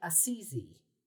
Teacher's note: the single S in this case is pronounced more like a Z